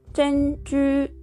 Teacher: このチェンジューという音は2つとも高い音、第一声になります